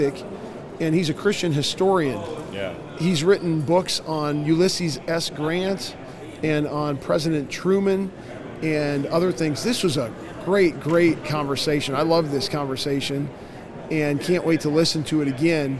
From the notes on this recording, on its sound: LIVE from CPE 2022!